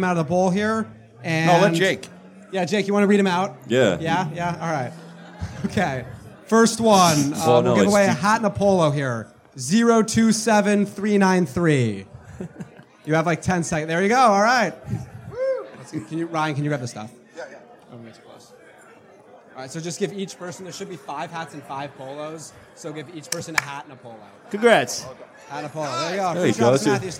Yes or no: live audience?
yes